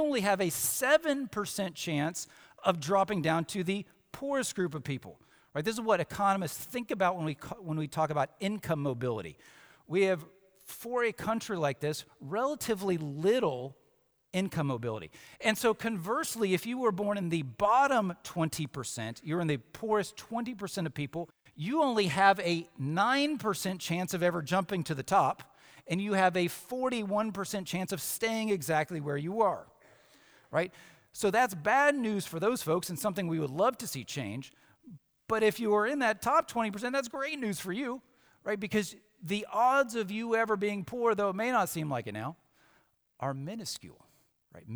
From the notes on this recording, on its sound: Samford University Campus Worship. From Thursday Convocation in Reid Chapel.